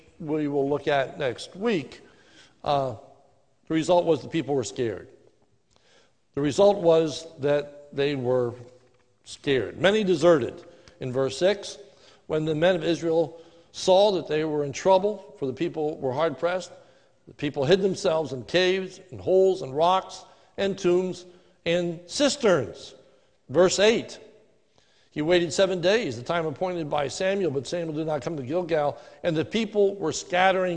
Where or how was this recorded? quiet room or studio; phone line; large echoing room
large echoing room